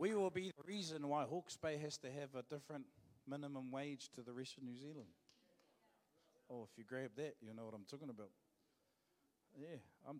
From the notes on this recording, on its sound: Live From IwiTapu Destiny Church Hawkes Bay